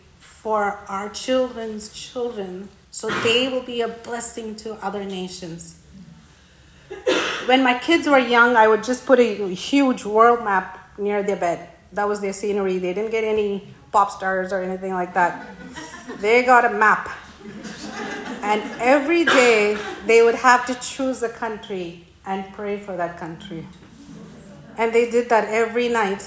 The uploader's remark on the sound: Today’s Episode is a Workshop from Heart Conference Ottawa 2023.